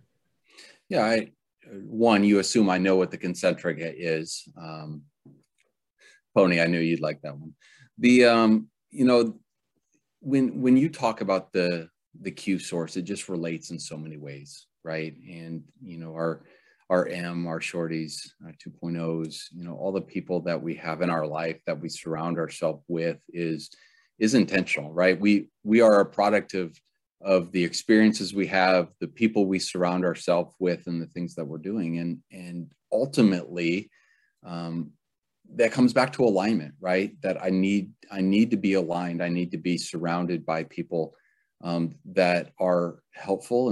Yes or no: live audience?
no